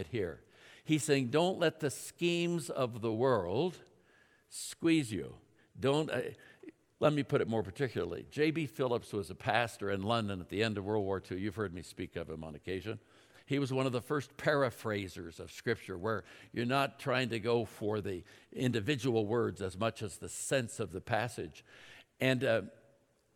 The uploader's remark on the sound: At Timberline Church. Live.